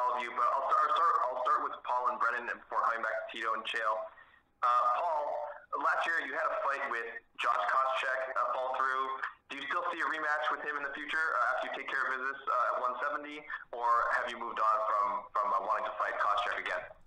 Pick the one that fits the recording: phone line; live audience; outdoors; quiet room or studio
phone line